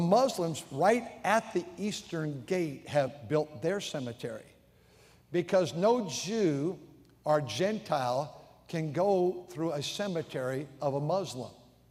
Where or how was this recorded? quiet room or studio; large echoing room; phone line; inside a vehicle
large echoing room